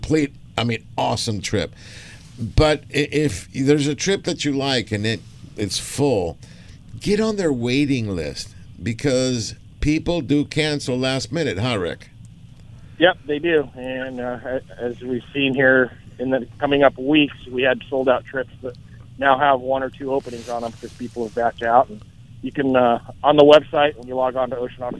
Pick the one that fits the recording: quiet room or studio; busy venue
busy venue